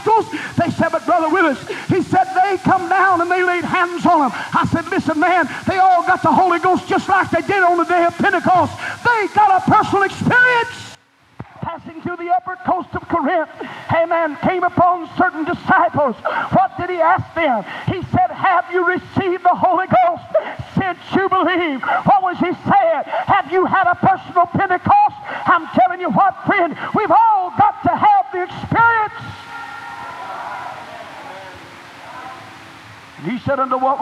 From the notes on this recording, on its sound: was delivered on September 27, 1987 at First Apostolic Church, North Vernon, Indiana